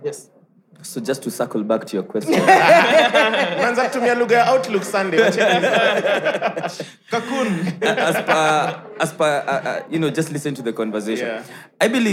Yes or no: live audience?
yes